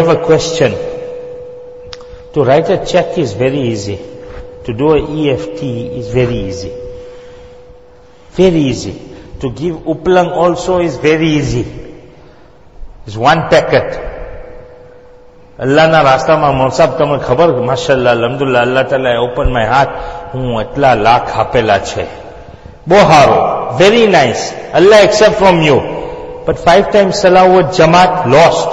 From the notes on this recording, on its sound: Jumuah lecture